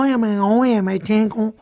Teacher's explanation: la N que cierra las sílabas nasaliza y hablan como óyeme, óyeme, chenco.